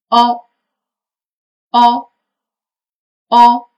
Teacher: 嘴型不要滑动，啊，因为它不是双元音，千万不要有滑动，嘴型保持原状 · Term: 开口的凹 · IPA: [ɔ]